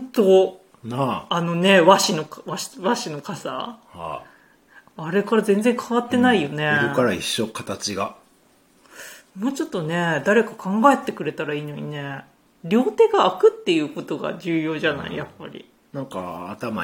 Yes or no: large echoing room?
no